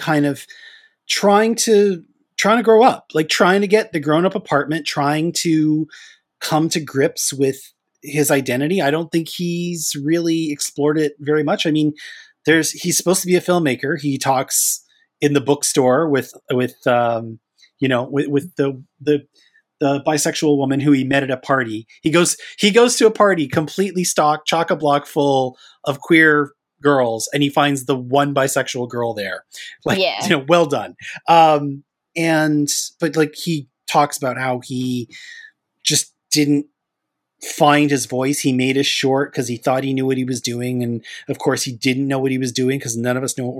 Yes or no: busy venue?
no